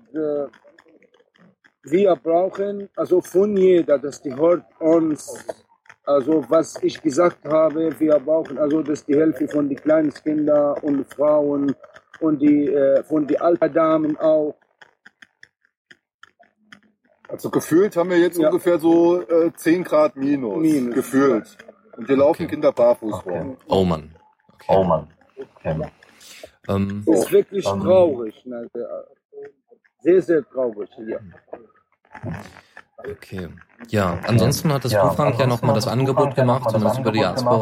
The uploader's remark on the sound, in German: In dieser Sendung haben wir live aus einem Flüchtlingslager berichtet.